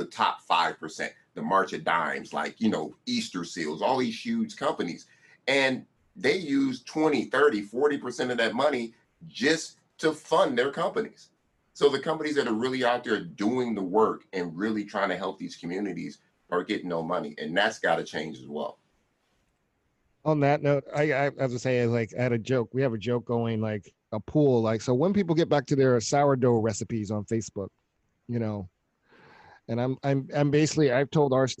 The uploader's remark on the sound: Recorded at one of our online music tech meetups